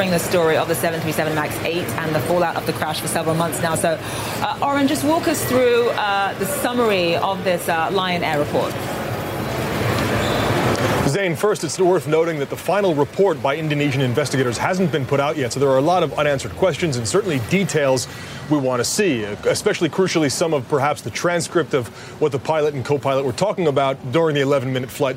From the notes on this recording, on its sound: live from the New York Stock Exchange